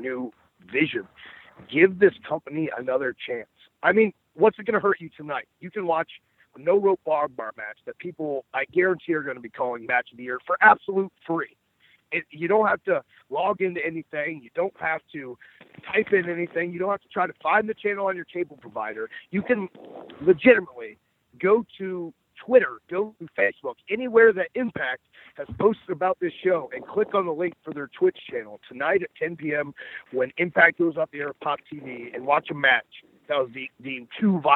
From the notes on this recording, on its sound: full audio from Impact Wrestling's January 18, 2017 media call